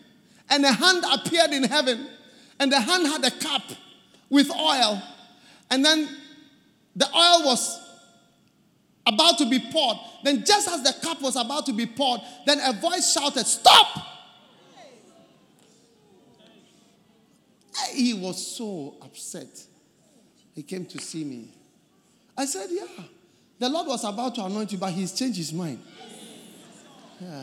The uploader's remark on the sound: Preached At The First Love Centre, Accra, Ghana